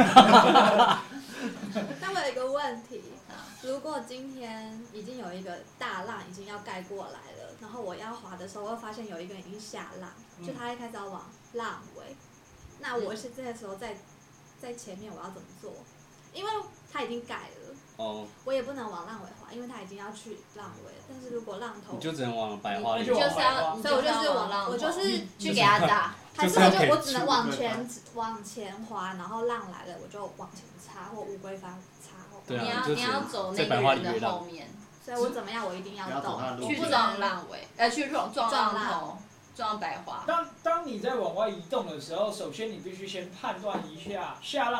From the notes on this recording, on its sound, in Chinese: 台東浪人槓起來之夜！這一集的收音不是很專業請大家多包涵。在結束一天逐浪的晚上，在民宿的桌上大家一起閒聊一些衝浪技巧、衝浪經驗。